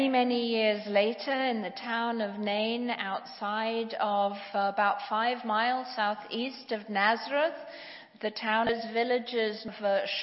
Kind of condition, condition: setting, large echoing room